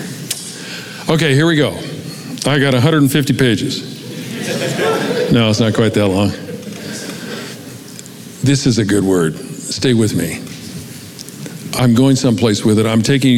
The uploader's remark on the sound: Recorded live at Capital Church in Meridian, Idaho